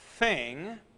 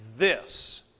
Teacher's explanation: That has a TH, like in the word thing, not voiced as in the word this · Shown in: first take